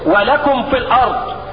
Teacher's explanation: الميم تخرج من بين الشفتين والفاء تخرج من اطراف الثنايا العليا اطراف الثنايا العليا دي وبطن الشفة السفلى. · Term: الاظهار